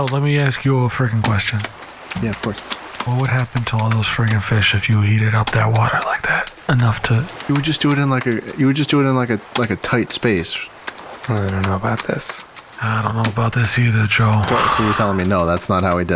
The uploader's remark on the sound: On Location At Spring Break 2021. The boys will be recording a live episode straight from the beach, today! Come and enjoy the sounds of the ocean.